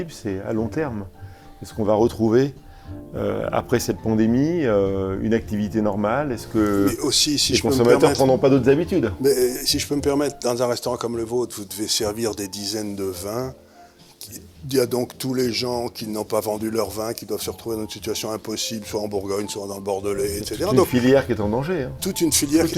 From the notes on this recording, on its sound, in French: Émission enregistrée au restaurant Chez Françoise Aérogare des invalides Paris.